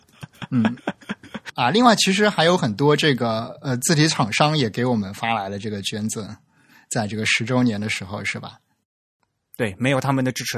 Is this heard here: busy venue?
no